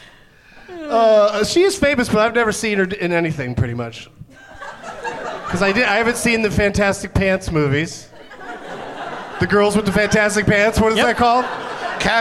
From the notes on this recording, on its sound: Live from Helium Comedy Club in St.